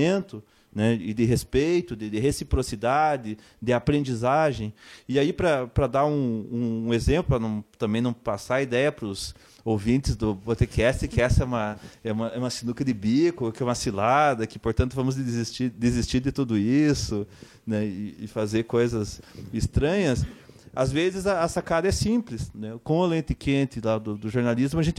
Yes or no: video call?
no